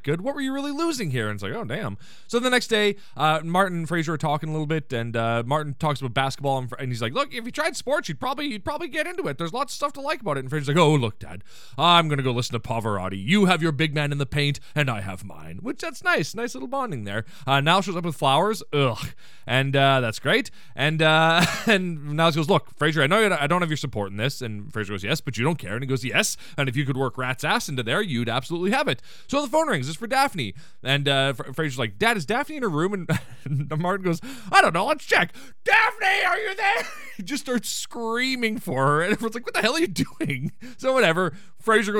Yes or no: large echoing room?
no